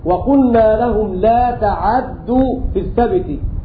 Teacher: بفتح العين وتشديد الدال